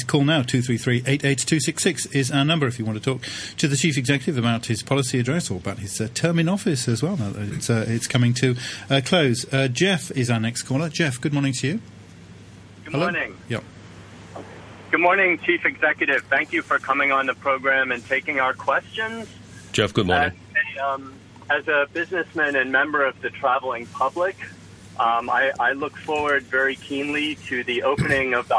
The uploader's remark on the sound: Chief Executive Phone-in.